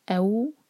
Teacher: اَوْ سافٹ پڑھیں گے، مدلین فتحہ کو جوڑیں گے ہم واو سے